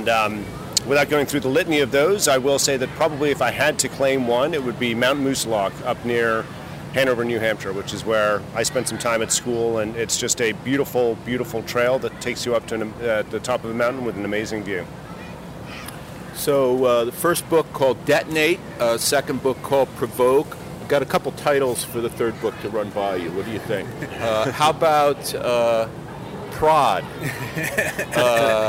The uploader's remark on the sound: takes a walk on The Freedom Trail in Boston